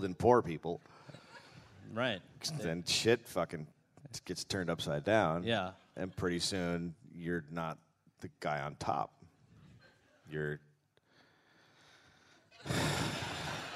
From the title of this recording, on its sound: Live in Melbourne